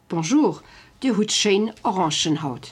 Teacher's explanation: Here the N rule affects the adjective, which keeps its N before the vowel O of Orangen, and the plural ending of the noun, which keeps its N before the H of haut. Du hast schön Orangen haut.